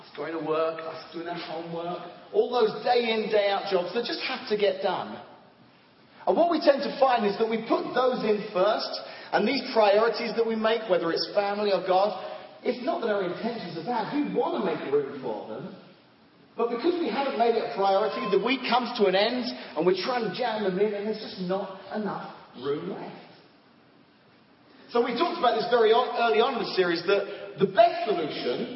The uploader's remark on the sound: Apologies that the audio is not the best for the the first 12 minutes